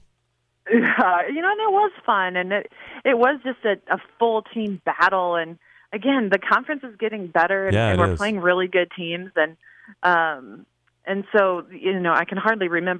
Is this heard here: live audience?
no